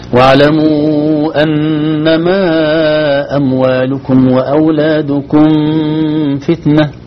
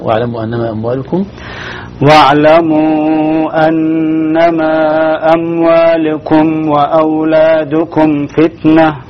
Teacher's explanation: يسوي غنة كأنه يخفي الميم عند الفاء · Shown in: first take